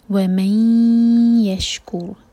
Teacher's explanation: من ی ادغام غنہ کے ساتھ تو میک شیور کہ دو سیکنڈس کا ٹائم دیں اور ناک میں آواز لے جائیں.